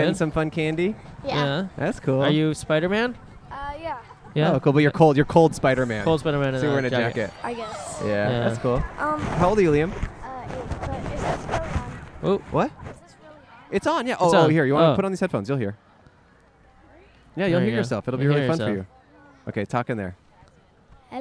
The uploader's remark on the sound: A special episode recorded outside of a popular trick-or-treating house on Halloween night! Guests include an older social media guru, some teens out on a wild hunt for candy, and tons of adorable kids.